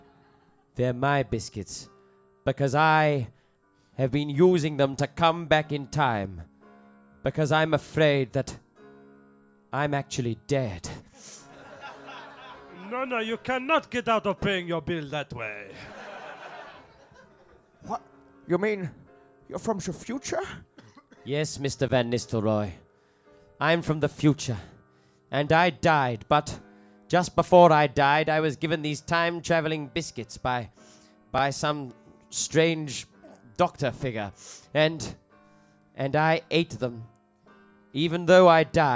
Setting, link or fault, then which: setting, live audience